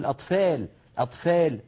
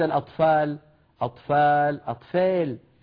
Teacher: هذه ألف ممالة إمالة صغرى بارتفاع قليل لوسط اللسان · Shown in: first take